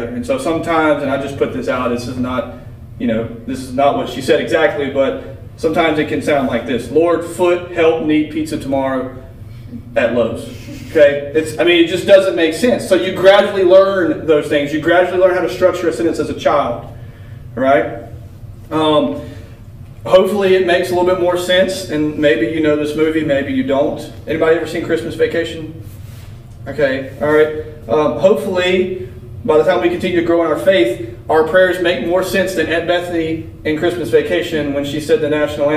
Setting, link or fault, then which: setting, large echoing room